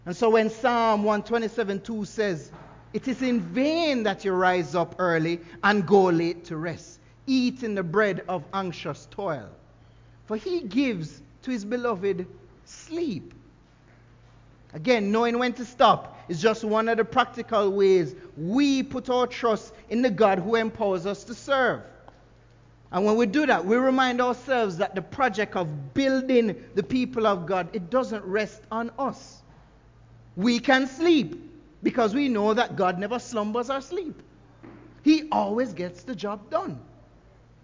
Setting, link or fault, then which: setting, large echoing room